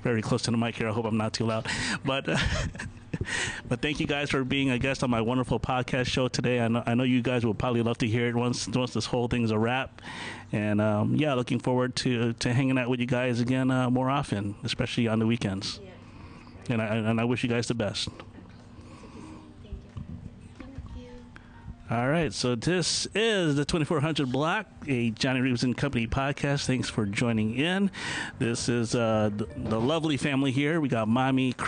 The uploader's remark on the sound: How it's like to podcast with a small device and two mics. Recorded on location at Indian Boundary Park in Bolingbrook, IL.